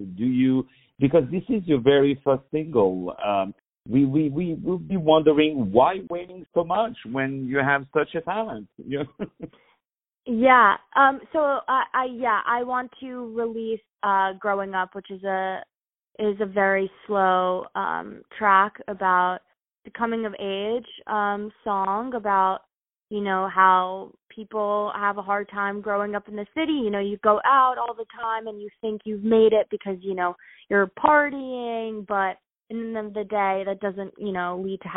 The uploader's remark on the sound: On the phone